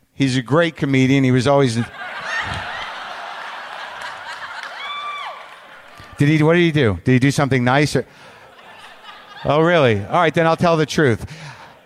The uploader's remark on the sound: It's a blockbuster live WTF from Austin, Texas.